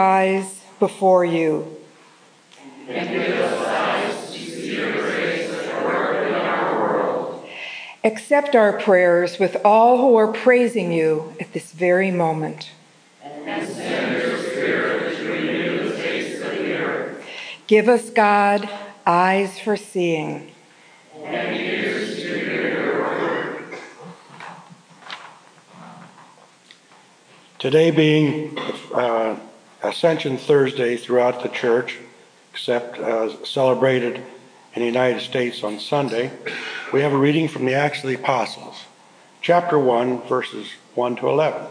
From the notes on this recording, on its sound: This lecture was recorded on May 17, 2007 at a FutureChurch program in Cleveland, Ohio.